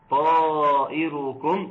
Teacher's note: ثم تفخيم الراء لانها مضمومه